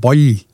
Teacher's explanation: en slags tjukk L hvor du presser tunga opp i munnen